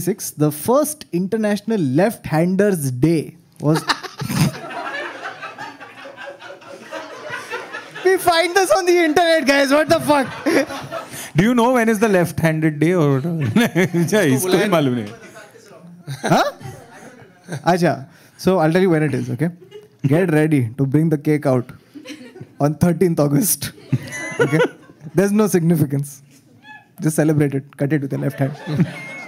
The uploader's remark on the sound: In this live episode, the boys get together.